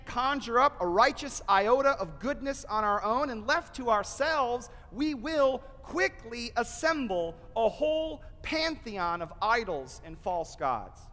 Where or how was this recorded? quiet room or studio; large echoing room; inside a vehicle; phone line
large echoing room